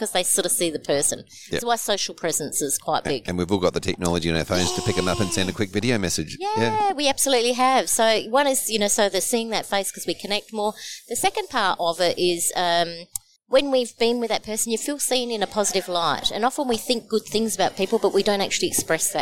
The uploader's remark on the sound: Live from Adelaide at the FAAA Congress 2023